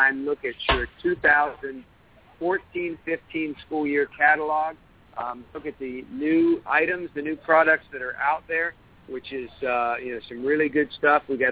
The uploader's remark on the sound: WD Radio from Disney World. Broadcasting live from Walt Disney World in Florida.